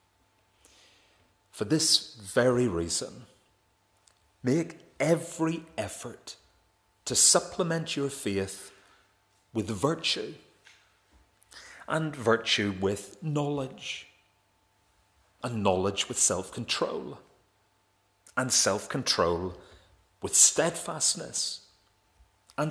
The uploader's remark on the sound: This is the recording of the Bible reading and sermon from our evening service on Sunday 14th May 2023.